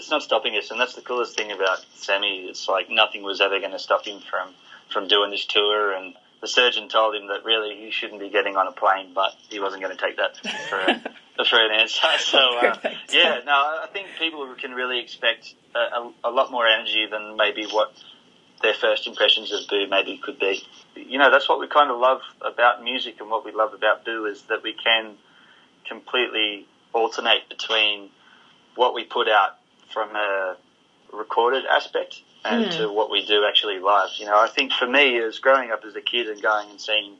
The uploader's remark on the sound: on the phone for this exclusive interview